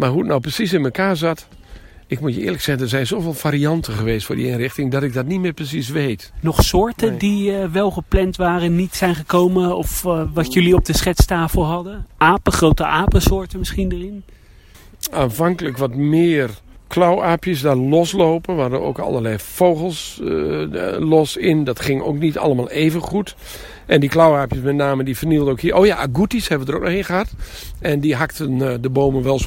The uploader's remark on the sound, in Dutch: Wandeling door het Noorder dierenpark